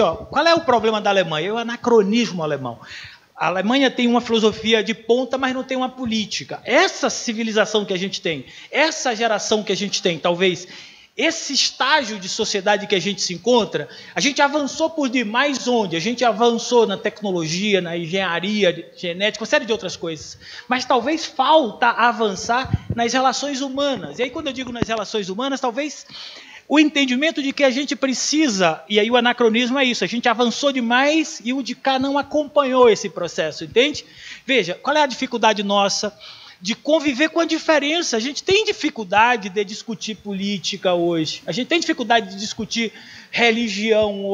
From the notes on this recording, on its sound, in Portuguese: Gravado no evento "Semana de Psicologia Ugv - Por uma psicologia para além da caixinha".